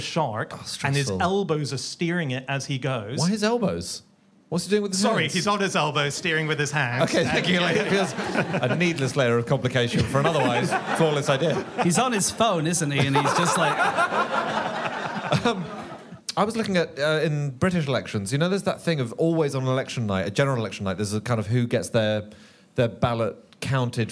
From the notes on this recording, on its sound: Recorded over the summer at the Soho Theatre in London.